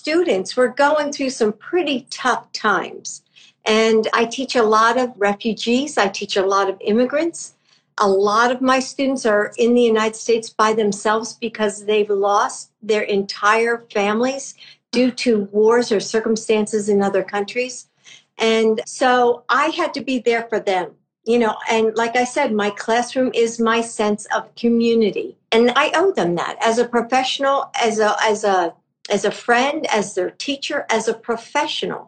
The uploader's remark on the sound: on Instagram Live